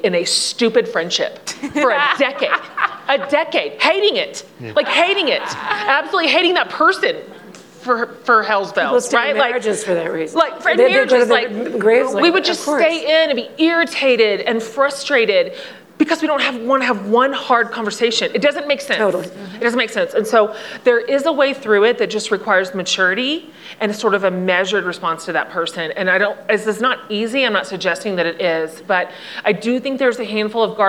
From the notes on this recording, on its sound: this panel from the 2022 Aspen Ideas Festival